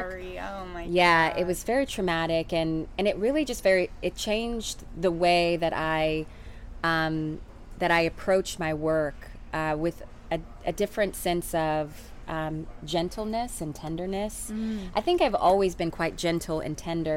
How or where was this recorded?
busy venue